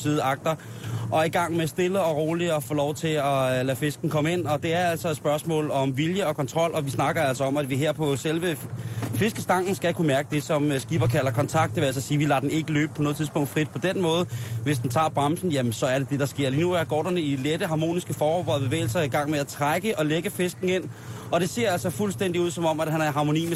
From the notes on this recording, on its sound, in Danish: Har lige sendt live fra Folkemødet på Bornholm.